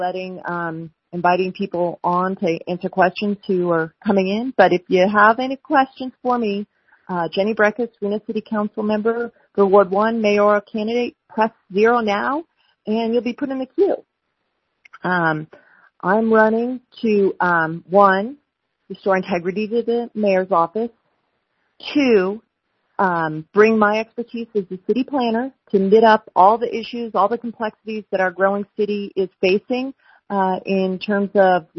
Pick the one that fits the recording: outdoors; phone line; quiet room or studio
phone line